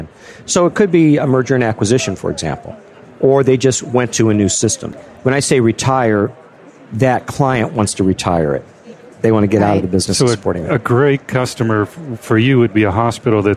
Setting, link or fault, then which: setting, busy venue